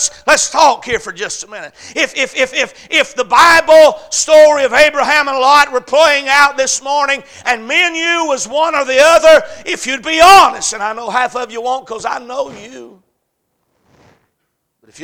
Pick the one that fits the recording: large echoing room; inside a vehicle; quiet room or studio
large echoing room